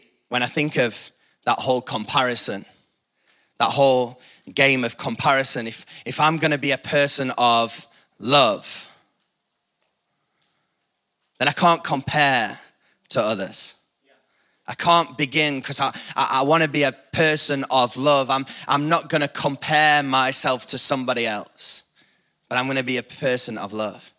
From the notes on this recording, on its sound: Recorded live at the Chesterfield Campus this is the message from the morning service on the 4th August 19.